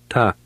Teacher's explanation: the T in Lithuanian is not pronounced as explosively as in English